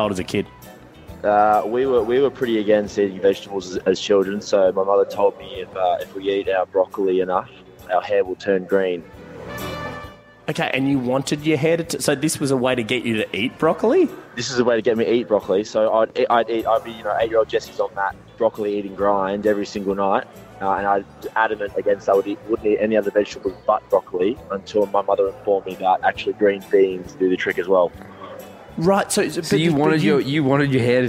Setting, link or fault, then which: setting, busy venue